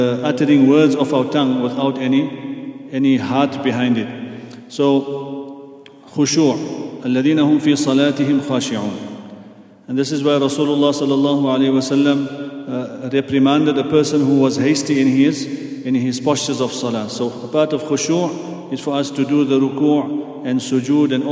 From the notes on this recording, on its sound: at the Houghton Masjid (West Street)